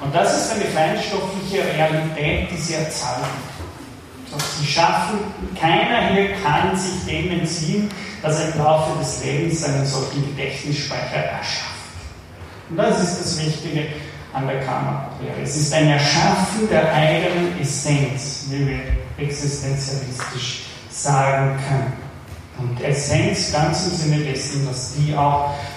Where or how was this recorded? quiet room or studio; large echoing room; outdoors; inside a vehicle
large echoing room